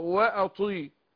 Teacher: هرقق الهمزة وفخم الطاء